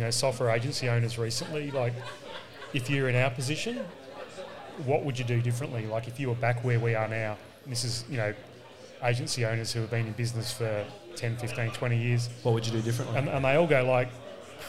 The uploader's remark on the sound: Live at We Work in Perth